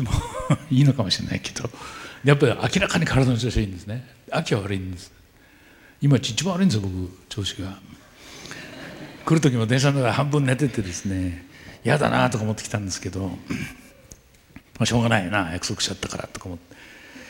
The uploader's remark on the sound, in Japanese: 大学生と真剣に向き合い、直接議論を交わしながら行う１回限りの公開授業。TOKYO FM ホールで行なわれた。